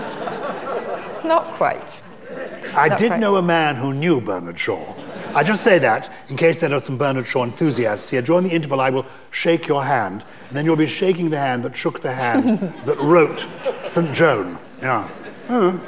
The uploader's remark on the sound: Recorded live in front of 1000 Purple People at the Chichester Festival Theatre.